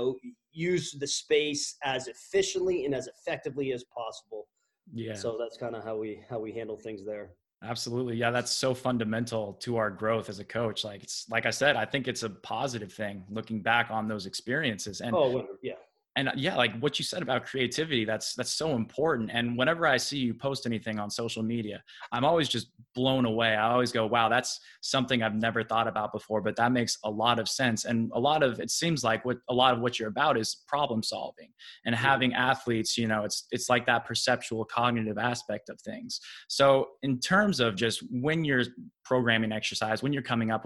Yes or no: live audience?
no